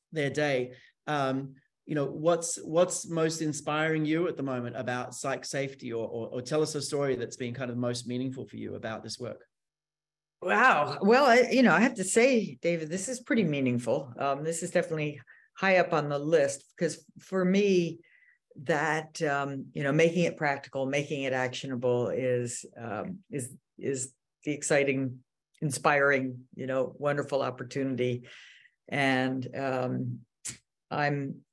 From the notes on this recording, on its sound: This podcast is taken from our regular webinar series, Your Brain at Work Live.